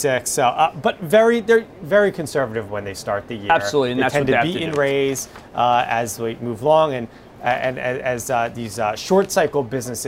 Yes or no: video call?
no